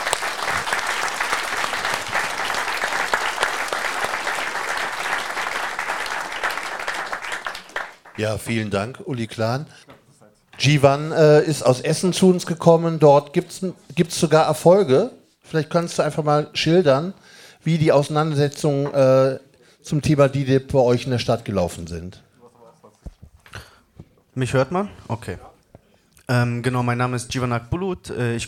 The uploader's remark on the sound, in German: Podiumsdiskussion zur Moschee-Erweiterung an der Gathe.